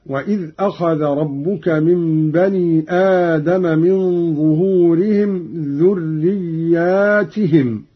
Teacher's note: قرأ قالون بألف بعد الياء وكسر التاء جمعا